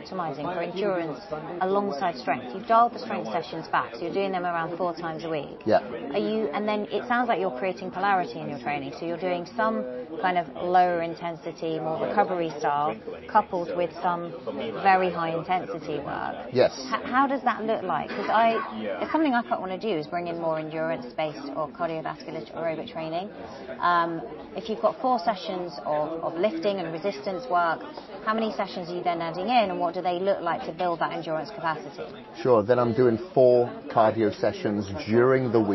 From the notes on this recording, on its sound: during a special live event